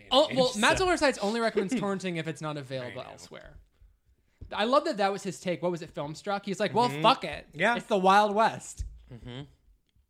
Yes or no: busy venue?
no